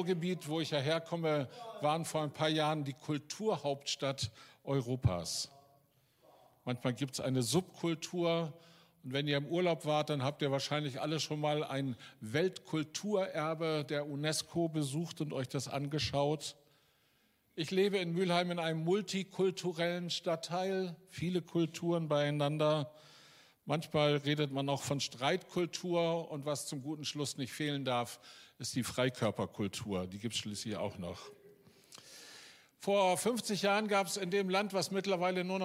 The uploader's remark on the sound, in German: Aufzeichnung der Predigt des Gottesdienstes